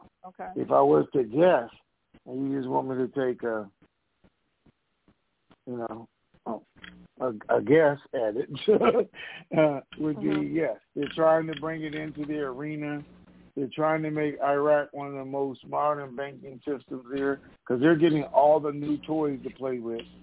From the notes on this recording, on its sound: TNTSuperfantastic Conference Call